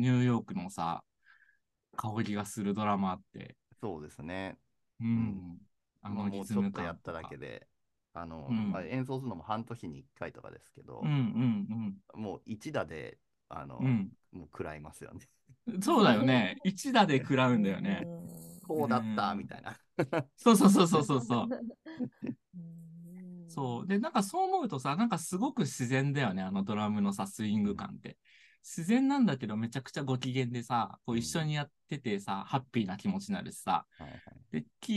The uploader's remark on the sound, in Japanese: Zoom（リモート収録）。